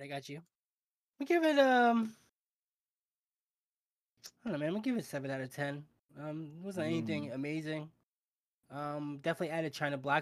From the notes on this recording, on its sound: We apologize for the drop in audio quality this week. There were some technical difficulties.